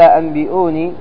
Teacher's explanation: قلب النون الساكنة والتنوين ميما خالصة لفظا لا خطا، بحيث لا يبقى أثر بعد ذلك للنون الساكنة والتنوين. · Term: الإقلاب